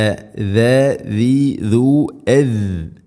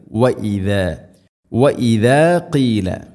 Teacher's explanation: ദാൽ ഉച്ചരിക്കുന്ന സമയത്ത് നാവിൻ്റെ അറ്റം നമ്മുടെ മുൻപല്ലുകൾക്ക് ഇടയിലൂടെ വളരെ നേരിയ തോതിൽ അതിൻ്റെ അറ്റം പുറത്തായിരിക്കും · Shown in: second take · വളരെ നേരിയ തോതിൽ ഷാഇൻ്റെ അത്രയില്ല എന്നർത്ഥം.